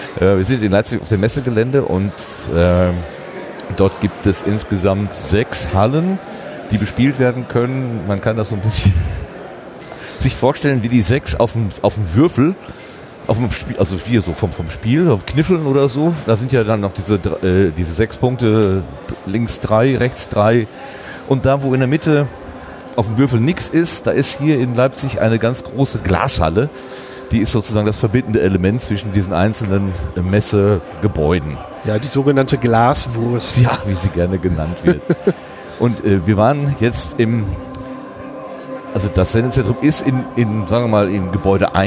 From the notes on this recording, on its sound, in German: 35C3 – Rundgang. Aber vielleicht schaffen wir es dennoch, mit unseren Impressionen etwas vom Flair der Veranstaltung zu vermitteln.